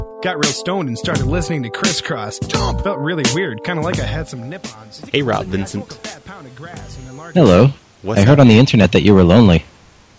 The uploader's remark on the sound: Prank Phone Calls